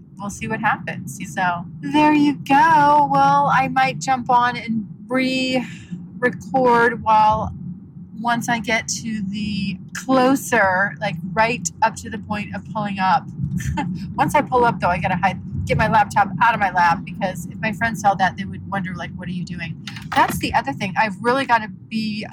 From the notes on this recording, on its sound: My 2021 Road Trip as I move across the country. I record myself in the car.